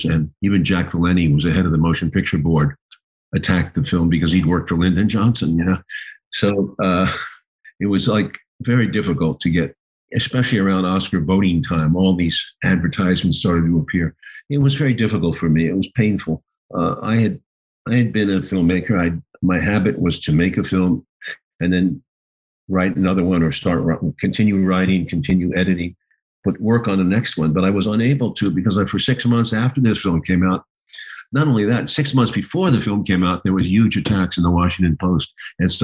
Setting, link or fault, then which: link, video call